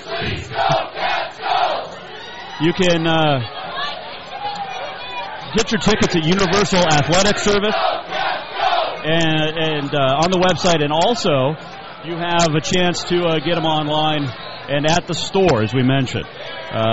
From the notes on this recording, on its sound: Live from Tight Ends Sports Bar in Plano, TX